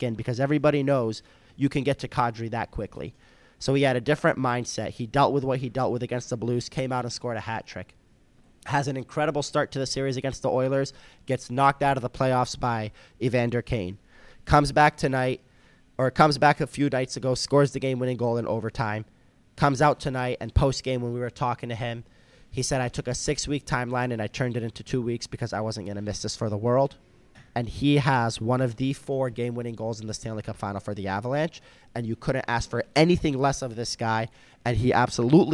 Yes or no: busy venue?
yes